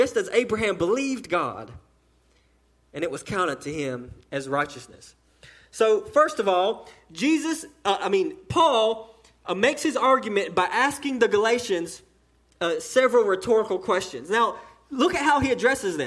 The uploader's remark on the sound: the sermon delivered to Cottondale Baptist Church in Eastman, GA during the 11:00am service